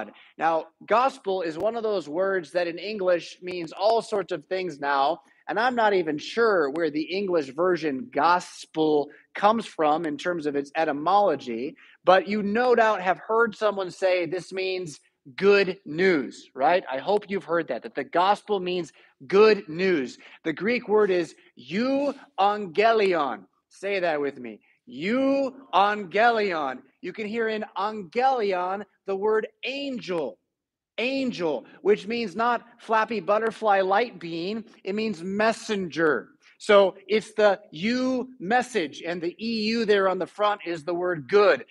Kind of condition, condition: setting, large echoing room